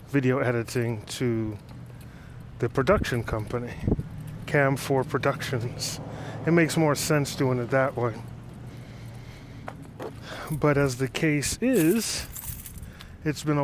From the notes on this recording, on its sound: while driving, of course